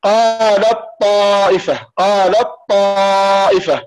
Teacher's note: مثلا لما نقول قال الطائفة، قال الطائفة، فهنا إدغام كامل لأن التاء ضعيفة أضعف من الطاء، فلم تبقى صفة لم تبقى أي صفة من صفات التاء، بل أدغمت كاملة في الطاء.